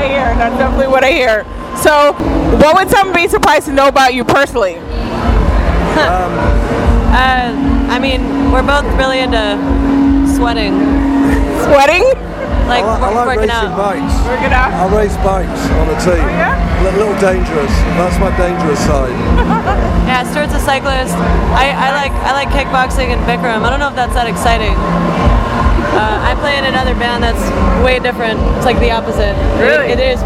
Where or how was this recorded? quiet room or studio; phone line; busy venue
busy venue